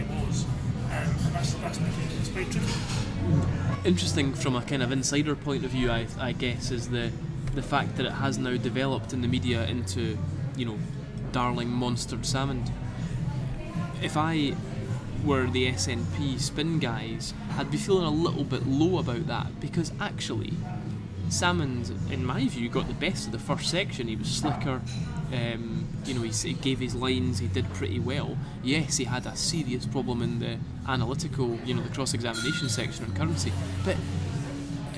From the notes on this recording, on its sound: Recorded in Hemma in Edinburgh, 7th August 2014.